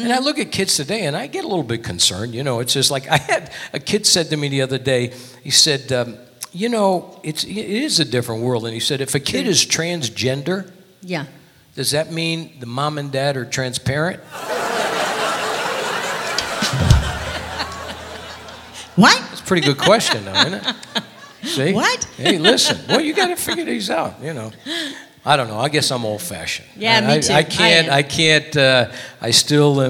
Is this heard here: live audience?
yes